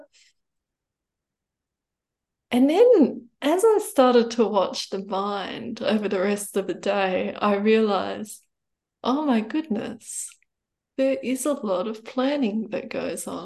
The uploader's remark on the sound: Due to an international audience, these weekly Tuesday night teachings are happening via Zoom from Bodhinyana Monastery.